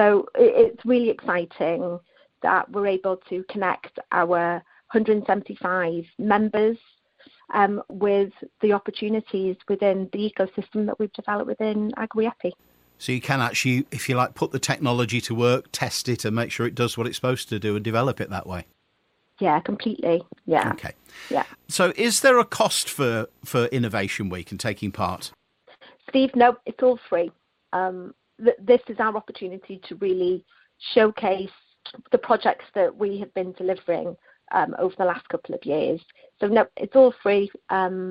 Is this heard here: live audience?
no